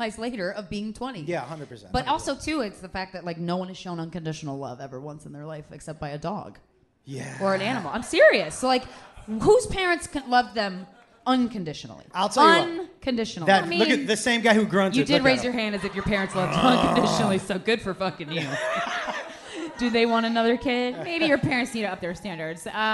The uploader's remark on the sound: Live from Nashville. We’ve got an extra special LIVE episode for you!